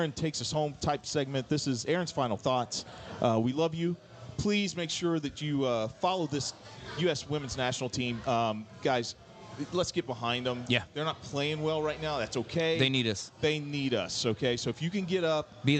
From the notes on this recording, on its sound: live from Chatham Tap Fishers